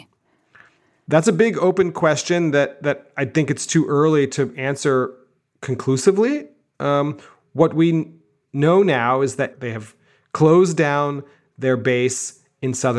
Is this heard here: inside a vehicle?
no